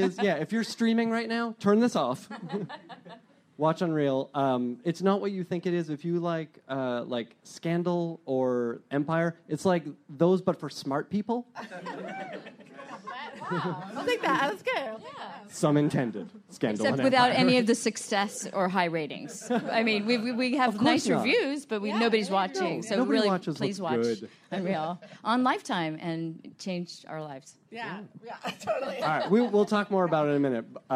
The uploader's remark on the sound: Two rounds in this live episode because not everyone could fit on the stage at once! Recorded live at LA Podfest.